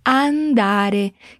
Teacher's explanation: na hora de falar o a, deixe ele bem aberto. Nada de an, sempre a.